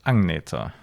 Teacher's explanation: Es wird GN geschrieben, aber NG ausgesprochen.